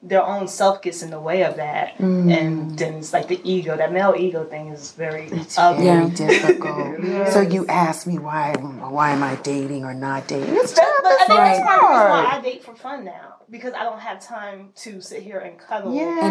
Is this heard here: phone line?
no